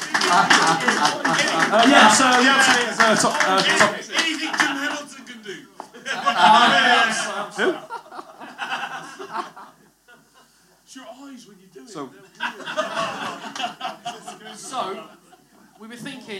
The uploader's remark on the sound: ROMANIA LIVE POD. Joined by over a hundred fellow eggchasers in Bucharest for our first live podcast. A well lubricated live audience that brought more than a few surprises of their own!